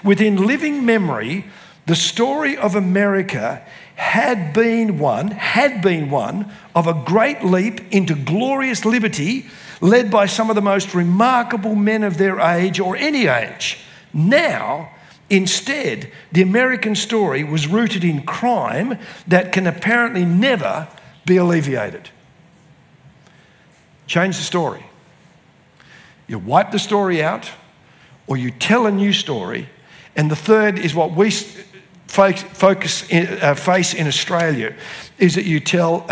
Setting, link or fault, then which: setting, live audience